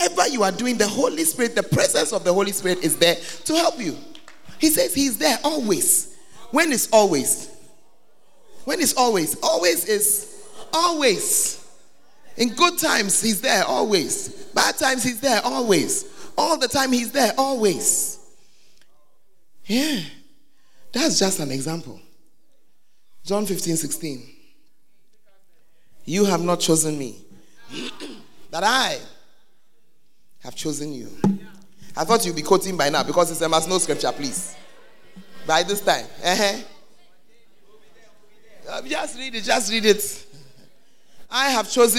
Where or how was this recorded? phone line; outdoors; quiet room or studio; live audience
live audience